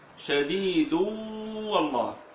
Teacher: فلا بد أن تضم الشفتين هنا لأن المضغم فيه أصلا هو الواو